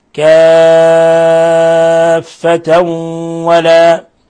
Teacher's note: تنوين فتح بعد الواو إدغام بغنة